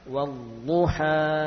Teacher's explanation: Karena kita berhenti pada alif. Dan setelah alif tidak ada penyebab untuk ditambah panjangnya, baik itu sukun ataupun hamzah ya. Makanya tetap dua rakaat saja.